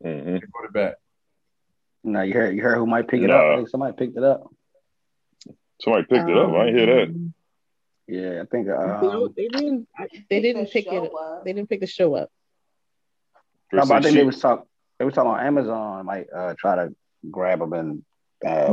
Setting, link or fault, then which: link, video call